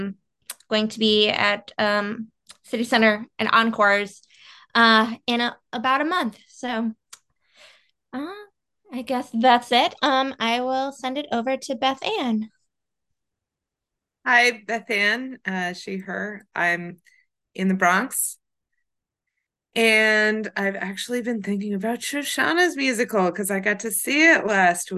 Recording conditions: video call